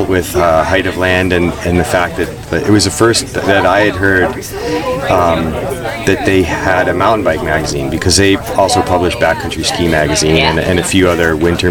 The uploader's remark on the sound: Flow State Mountain Bike Festival. Hosted at Ascutney Mountain. Sit down with us during the festival this year.